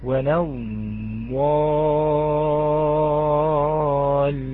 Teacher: اللام الثانية طبعا من الطبيعي أنها مدغمة، نعم مدغمة في الضاد، ليس لها صوت، ليس لها صوت، وإنما كتابة موجودة ولكن في الصوت ليست موجودة.